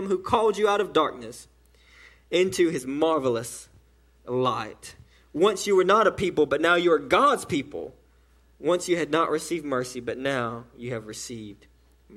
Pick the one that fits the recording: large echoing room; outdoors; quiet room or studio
large echoing room